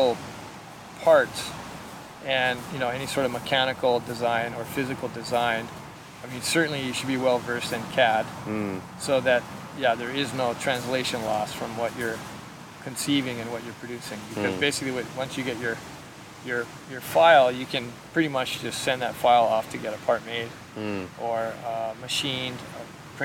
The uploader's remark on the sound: Recorded on Sunset Beach in March 2020